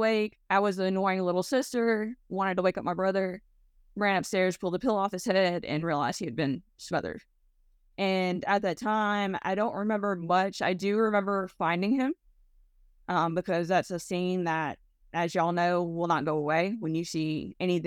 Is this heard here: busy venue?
no